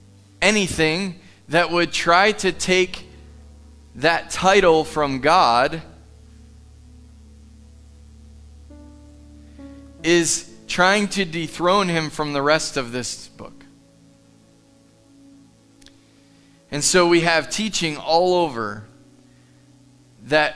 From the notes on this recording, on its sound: Live from The Summit Church in Dover, OH